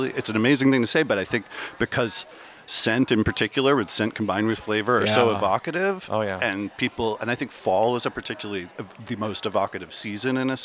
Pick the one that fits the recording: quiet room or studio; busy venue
busy venue